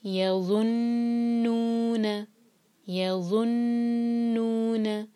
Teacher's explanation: تو نون کو 2 seconds hold کیا 2 حرکہ